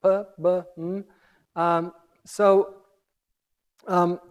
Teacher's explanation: consonants PBM are all very similar. They're all pronounced by a closure of the lips · Term: bilabial consonants